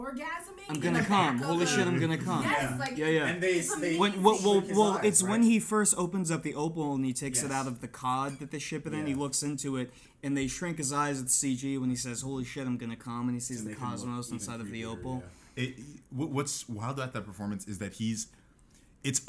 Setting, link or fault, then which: fault, poor microphone